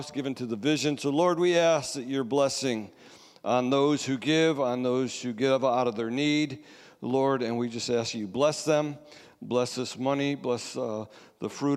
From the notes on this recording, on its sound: Sunday Service Recording